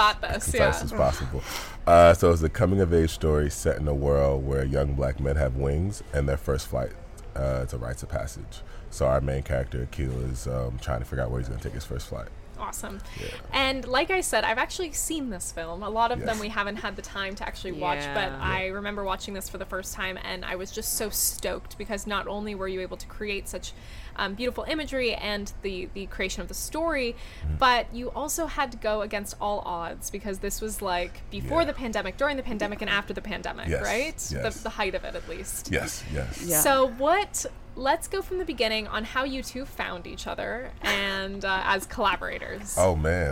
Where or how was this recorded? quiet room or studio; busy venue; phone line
busy venue